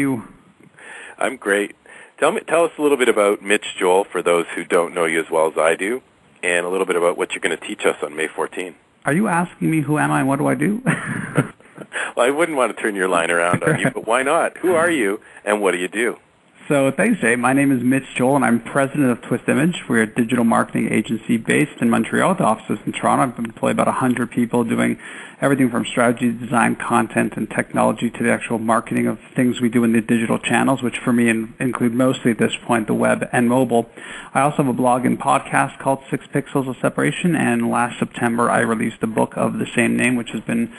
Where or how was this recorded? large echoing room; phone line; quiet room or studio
phone line